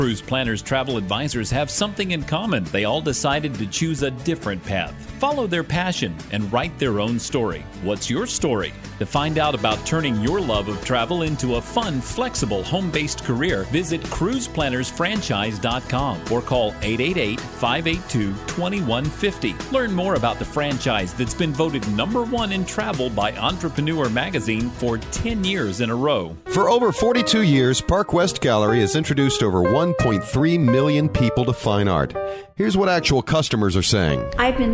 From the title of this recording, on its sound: MSC Divina On Location Broadcast